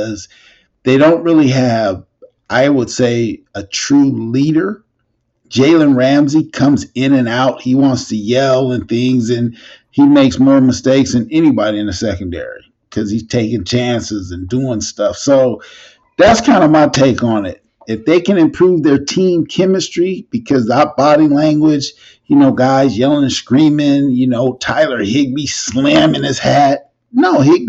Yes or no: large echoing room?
no